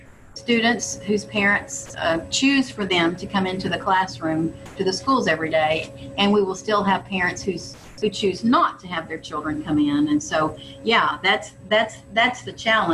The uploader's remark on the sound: This interview was recorded via Zoom. A thunderstorm began shortly after we started this podcast, which resulted in a garbled connection in a couple of instances.